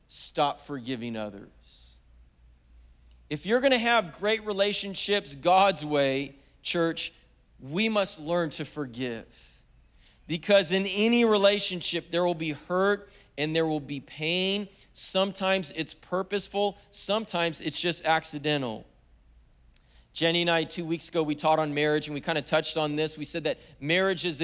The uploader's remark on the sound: was preached on February 27th at the 10AM service.